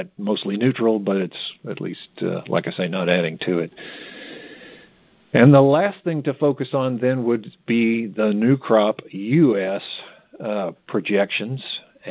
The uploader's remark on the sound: May 2023 Monthly Cotton Conference Call.